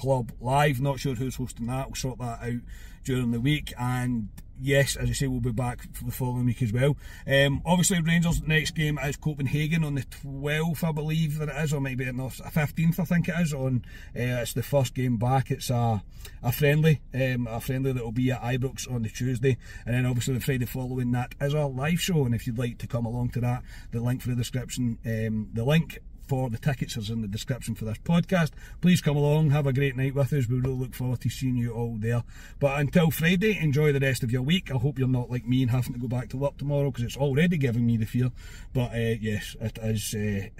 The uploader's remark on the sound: Reaction from the car after leaving Ibrox.